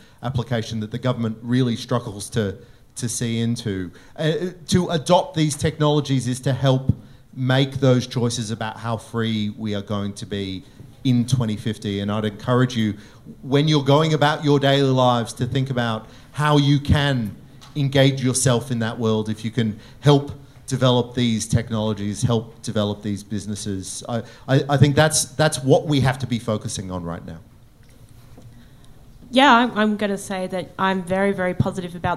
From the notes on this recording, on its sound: It's the first live episode of Looking Forward! Recorded at the Australian Libertarian Society's Friedman Conference last month. In a crowded theatre.